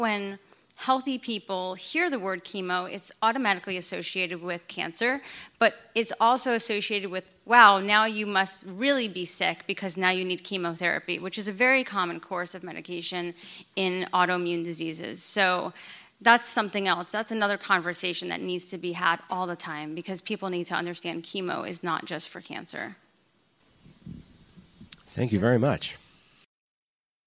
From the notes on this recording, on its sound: live recording of the Psych Central Show at HealtheVoices 2018